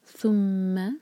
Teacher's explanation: میم پر شدہ، یہاں غنہ کریں گے، میم کی آواز کو ہولڈ کریں گے